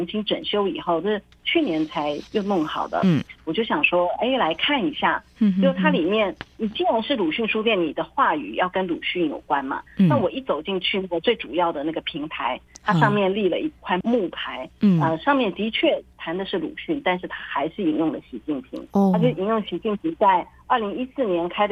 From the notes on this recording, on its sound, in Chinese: 連線訪問中央社駐上海記者